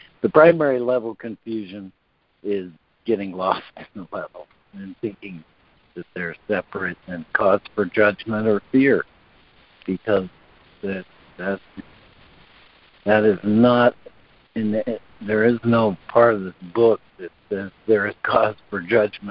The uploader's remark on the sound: ACIM Daily Conference Call